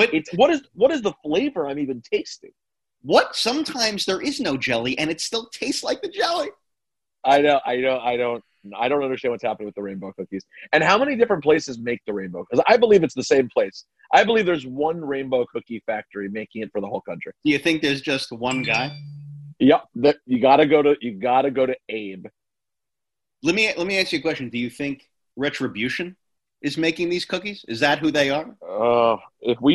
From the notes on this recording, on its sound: jump on a zoom